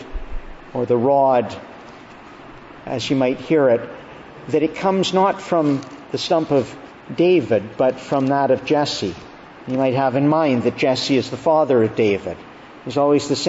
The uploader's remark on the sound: June 5, 2022 Evening Service. Preached at Evening Prayer, beginning of Augustine College Summer Conference.